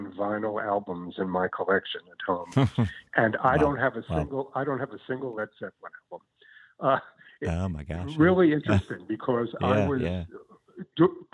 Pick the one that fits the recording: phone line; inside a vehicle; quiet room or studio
phone line